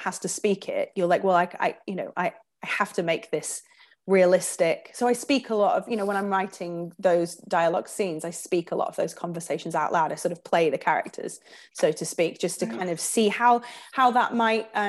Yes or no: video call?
yes